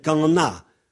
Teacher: On ne prononce pas la nasalisation.